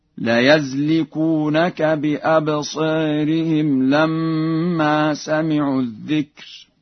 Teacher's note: قرأ ورش بفتح الياء في لفظ يزلقونك